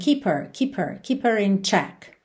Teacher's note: Lembra que esse H do her, muitas vezes acaba sumindo.